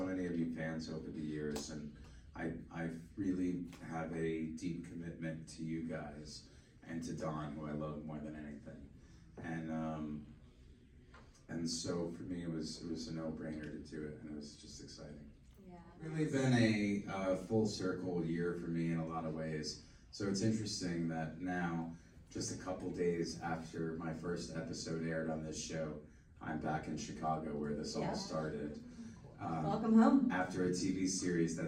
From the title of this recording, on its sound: panel at Days of the Dead Chicago on November 19, 2021